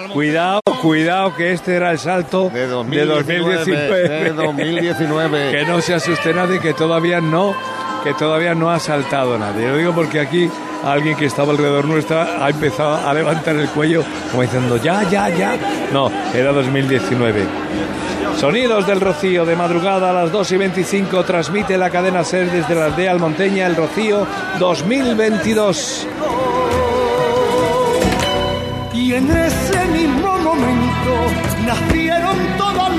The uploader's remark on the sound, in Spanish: Programa especial con la retransmisión del tradicional 'Salto de la Reja' que inicia la procesión de la Blanca Paloma. En directo desde la aldea almonteña.